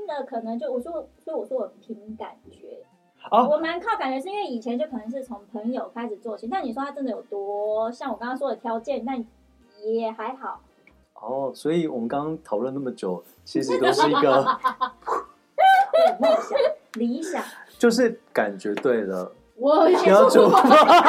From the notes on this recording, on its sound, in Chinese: 這集的收音出了一點小問題，請各位聽眾多多包容